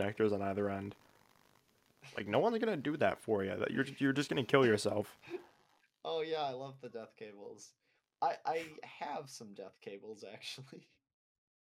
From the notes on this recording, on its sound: Bad mics.